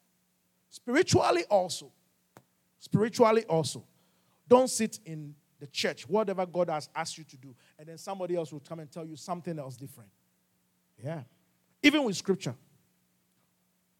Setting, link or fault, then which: setting, large echoing room